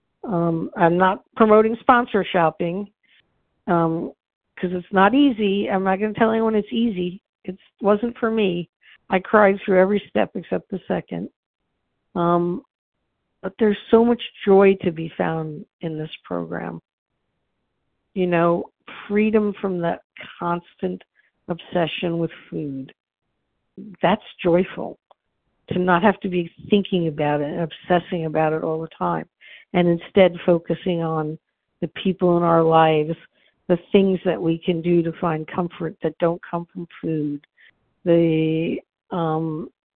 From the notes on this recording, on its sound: From the 100 Pounders Phone Meeting, 8/16/23.